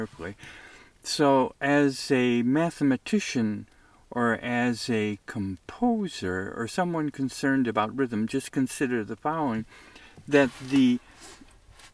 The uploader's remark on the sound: I report from the Eagle Cap Wilderness